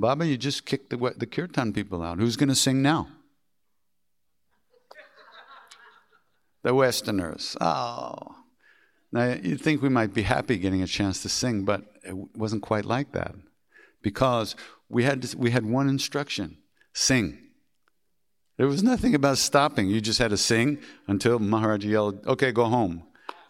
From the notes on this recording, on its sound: Questions from the audience.